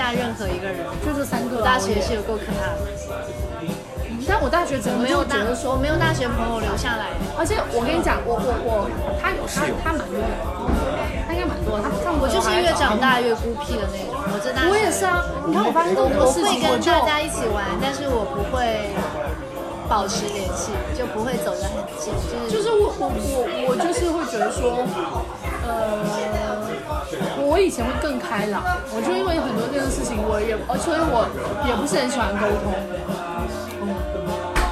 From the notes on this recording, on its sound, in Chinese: 在酒吧一起聊学生时代的霸凌事件。一起在酒吧录制的番外播客。这期背景音会很吵，录音质量不那么清晰。你能忍受欢欣的酒吧音乐。